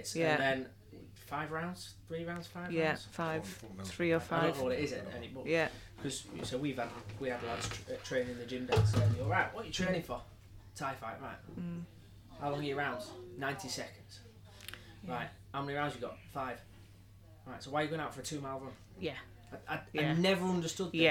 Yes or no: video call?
no